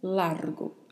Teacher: atenção para o vibrato da letra R e para a letra O, que é mais fechada